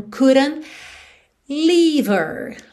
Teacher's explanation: Fazendo rarara nesse D, couldn't, e não marcando o T final, porque afinal é uma consoante oclusiva que pode aparecer mais, menos ou nada